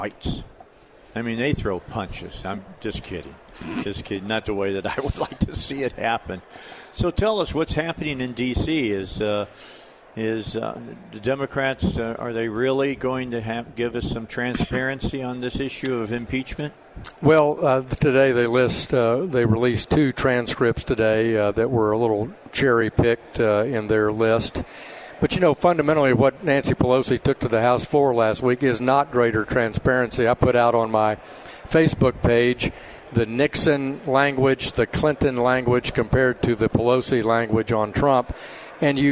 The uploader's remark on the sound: Live at the State Capitol for Filing Day